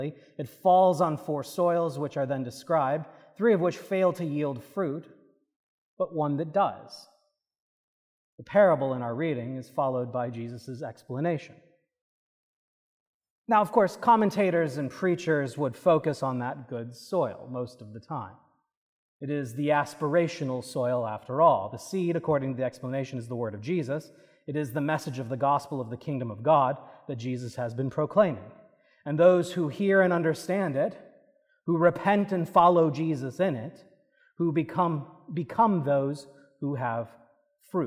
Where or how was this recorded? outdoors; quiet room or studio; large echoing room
large echoing room